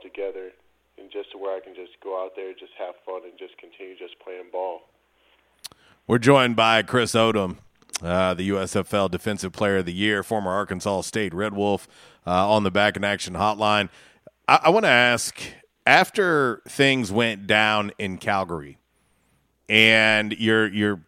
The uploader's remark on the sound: Radio Interview. LIVE on the Back In Action Hotline.